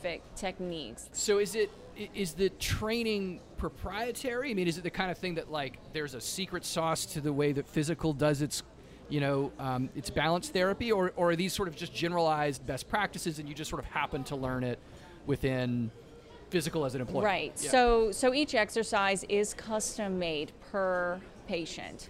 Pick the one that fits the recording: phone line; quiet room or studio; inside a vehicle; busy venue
busy venue